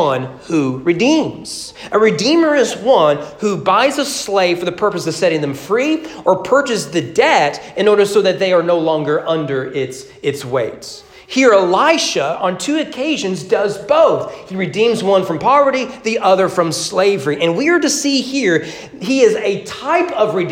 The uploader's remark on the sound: Sermon preached at Greenup Fork Baptist Church on April 25, 2022 during morning worship as part of their 200 anniversary celebration.